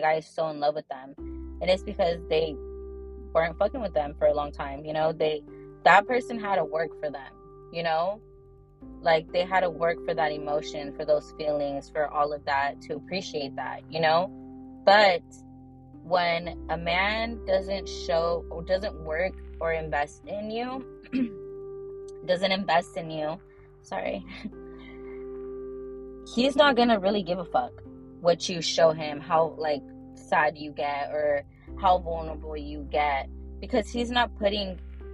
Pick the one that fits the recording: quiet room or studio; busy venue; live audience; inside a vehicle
inside a vehicle